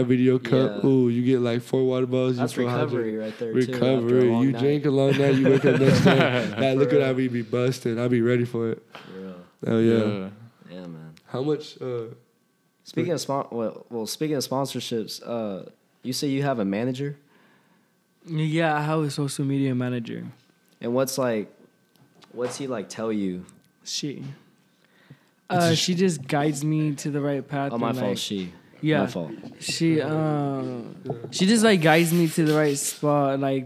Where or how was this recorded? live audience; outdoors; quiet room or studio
live audience